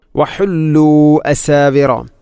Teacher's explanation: മദ്ദക്ഷരമായ വാവിന് ശേഷം ഹംസ അടുത്ത പദത്തിൽ വന്നാൽ മദ് മുൻഫസ്സിൽ, നാലോ അഞ്ചോ ഹർക്കത്തിന് തുല്യമായിട്ടാണ് അതിനെ നീട്ടേണ്ടത്